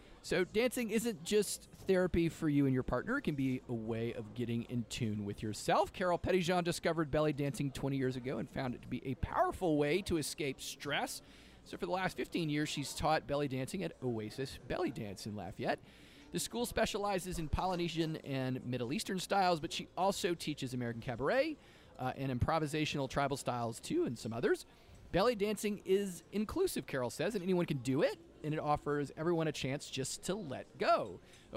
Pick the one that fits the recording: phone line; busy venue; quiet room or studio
busy venue